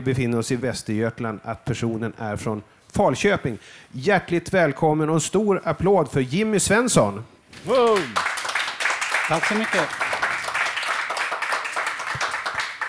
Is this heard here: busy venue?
yes